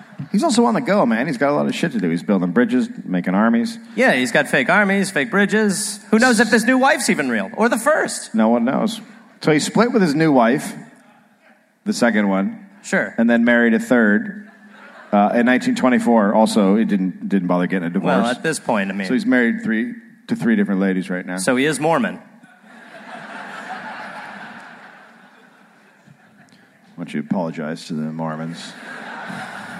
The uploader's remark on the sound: Live in Perth